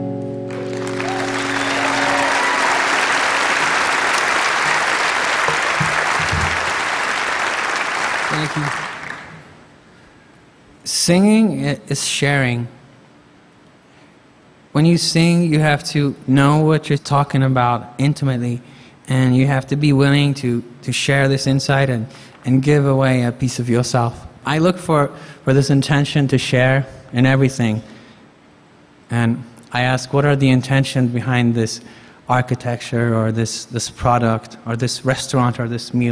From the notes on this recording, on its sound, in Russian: выступает на сцене TED2015